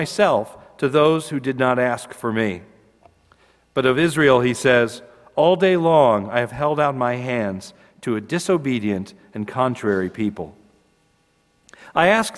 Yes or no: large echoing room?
yes